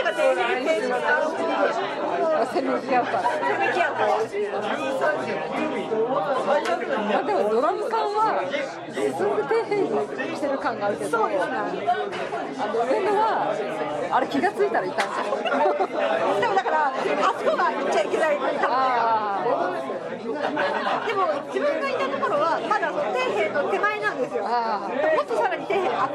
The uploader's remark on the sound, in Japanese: 神田駅オフ会（？）収録三軒目です！居酒屋での収録の為、外野が大変騒がしくなっております。